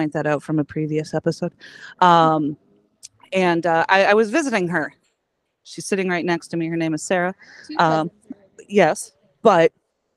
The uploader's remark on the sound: Live from a brewery in Minneapolis!